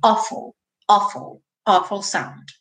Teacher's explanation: esse awful se escreve com AW, mas tem um som de um O com acento agudo